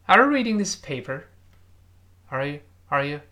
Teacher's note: 一带而过。那个 you 变成 ye